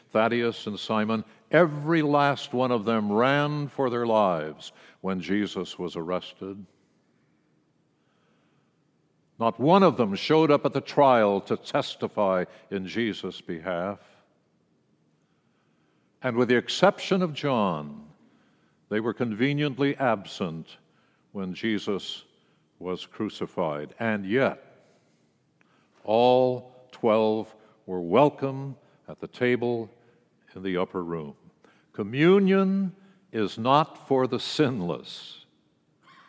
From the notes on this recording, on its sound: World Communion message delivered during the Traditional Worship service.